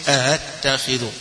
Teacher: يبقى الأولى همزة الثانية همزة مخففة